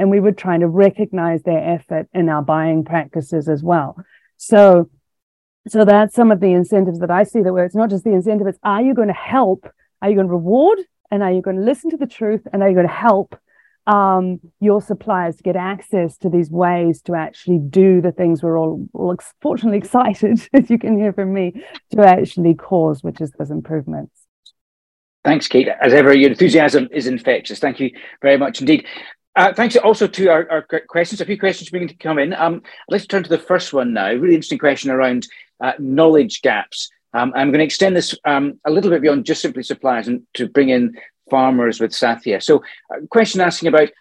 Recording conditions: video call